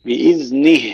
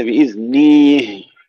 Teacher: بإذنه ليس بإذنيه، لا تشبع كسرة النون · Shown in: first take